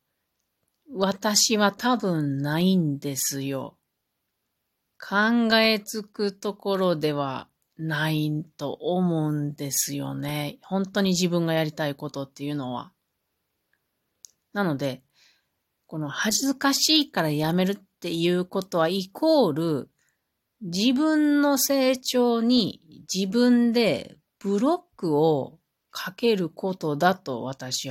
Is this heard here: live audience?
no